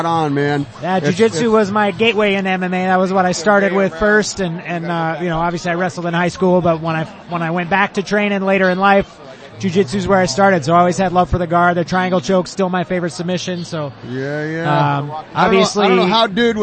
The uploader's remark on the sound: LIVE from Combat Zone 57.